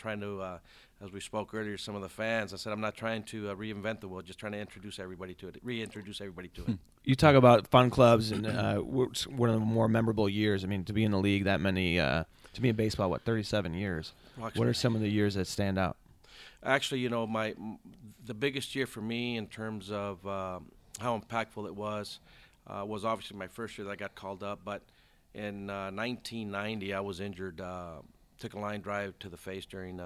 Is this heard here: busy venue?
yes